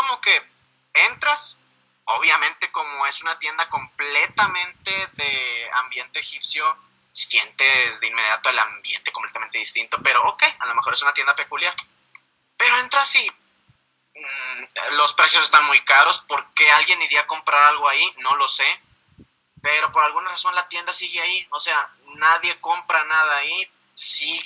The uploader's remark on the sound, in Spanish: El audio que ven a la cabeza del texto es la llamada que tuve